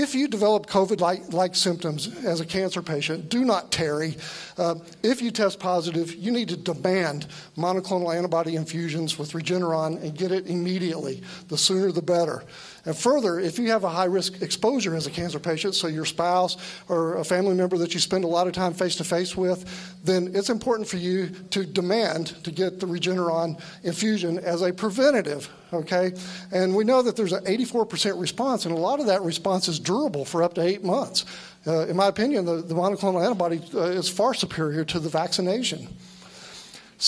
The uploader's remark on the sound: Recorded live November 21, 2021 Texas Covid-19 Summit